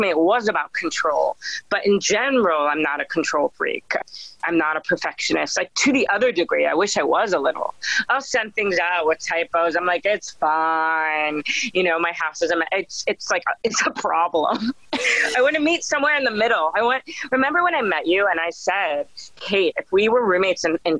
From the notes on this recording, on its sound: when we ended the Zoom call